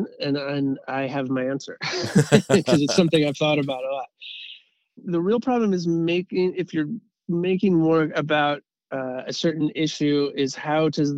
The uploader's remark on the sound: over the phone